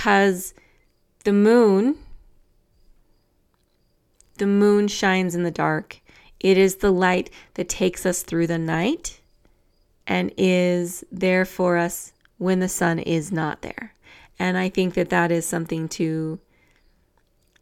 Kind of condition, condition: fault, sounds in the background